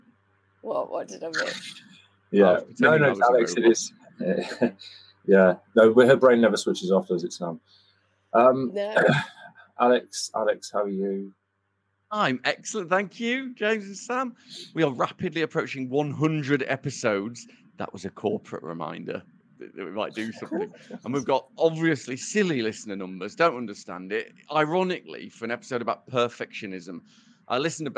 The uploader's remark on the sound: the audio for this episode is not perfect